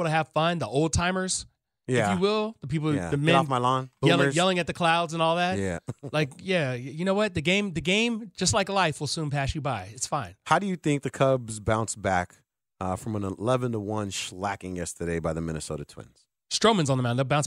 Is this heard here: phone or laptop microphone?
no